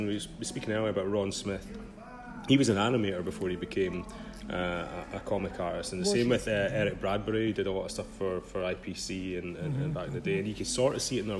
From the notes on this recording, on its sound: Warning: some mild swearing and background noise!